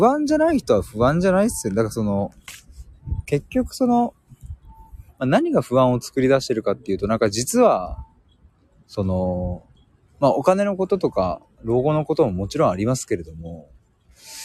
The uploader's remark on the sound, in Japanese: 駅まで歩きながら！